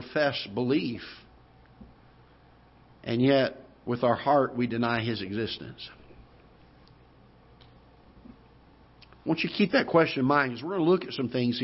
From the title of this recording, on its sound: Ketha Heights Baptist Church ~ Live Broadcast